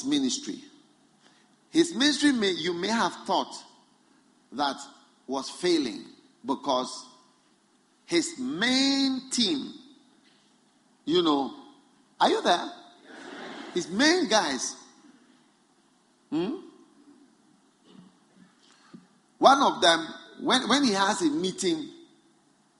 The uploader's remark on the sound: Preached at a Healing Jesus Pastors' conference in Gaborone, Botswana on the 17th - 26th of September 2019